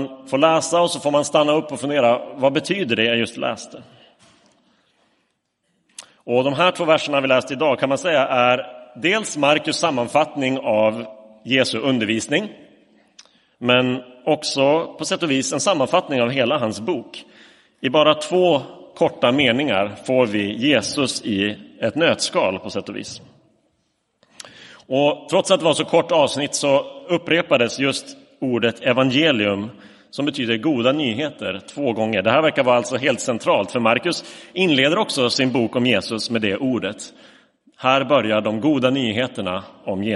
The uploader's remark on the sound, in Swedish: Inspelad i Roseniuskyrkan den 4 december 2022